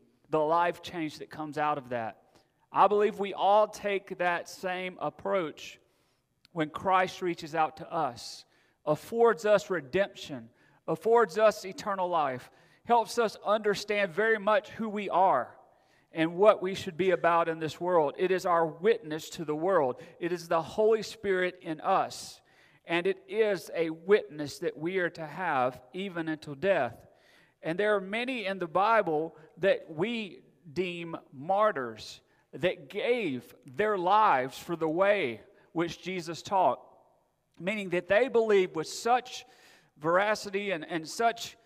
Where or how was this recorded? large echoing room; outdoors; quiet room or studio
large echoing room